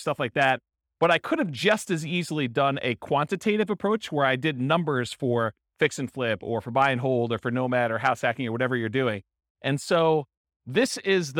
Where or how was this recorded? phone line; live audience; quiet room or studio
live audience